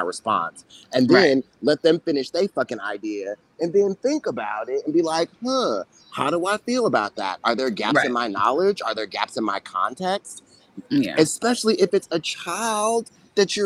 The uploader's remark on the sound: There's a WTT classic feel to this episode including the sounds of the streets of NYC and some technical issues.